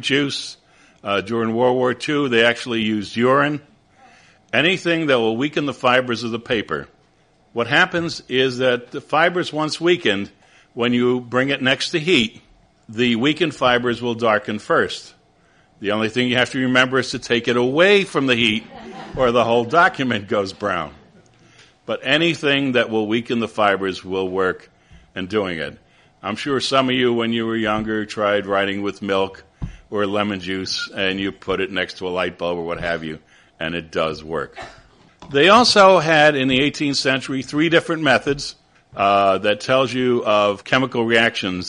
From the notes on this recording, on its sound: at the historic Fraunces Tavern in New York